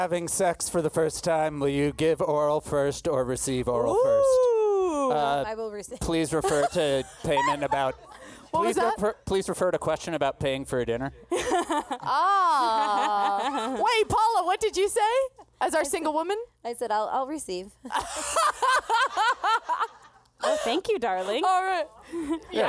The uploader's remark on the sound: KEEPING IT CASUAL PODCAST LIVE AND SOLD OUT IN LAS VEGAS